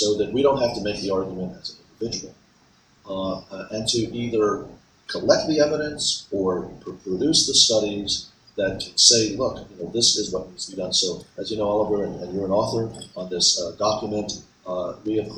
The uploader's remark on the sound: Recorded at ASCRS